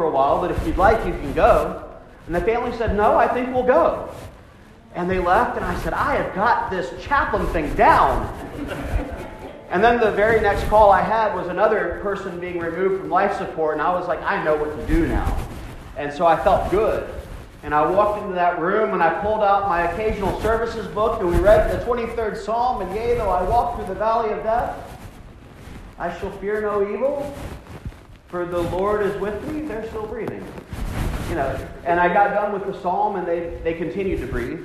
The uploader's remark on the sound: Augsburg, Union Homecoming. The audio is terrible because of pocket noise despite the microphone, I apologize!